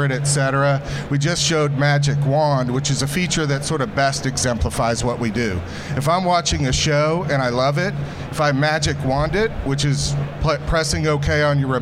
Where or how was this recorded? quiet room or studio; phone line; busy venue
busy venue